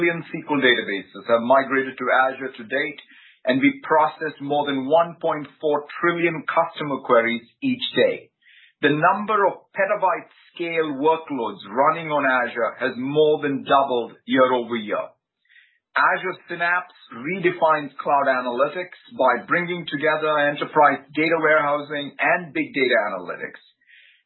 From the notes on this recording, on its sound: Conference Call